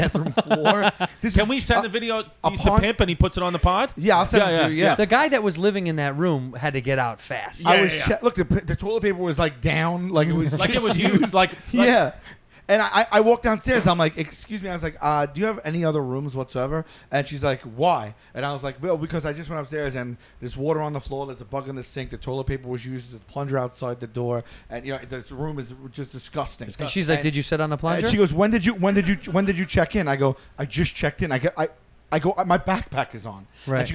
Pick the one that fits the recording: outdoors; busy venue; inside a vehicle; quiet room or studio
busy venue